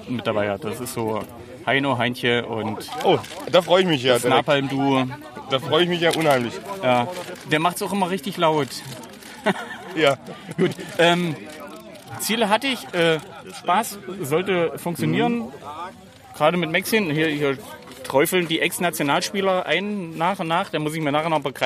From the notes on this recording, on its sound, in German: live Vor Ort in Weinstadt vor das Micro bekommen